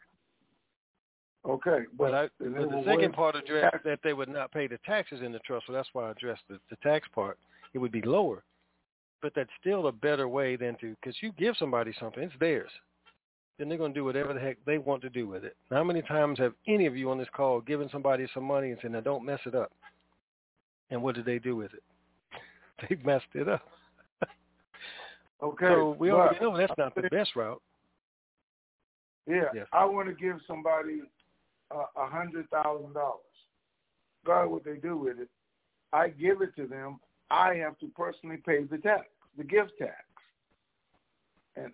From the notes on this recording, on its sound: TNTSuperfantastic Conference Call.